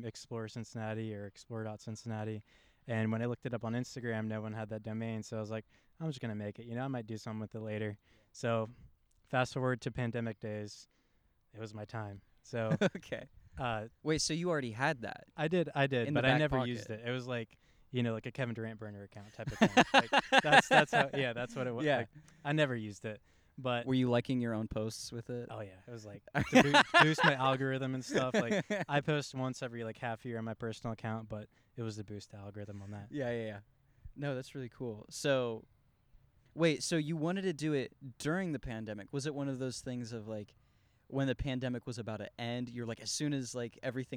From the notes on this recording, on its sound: the background audio may have noise, as we recorded in a park.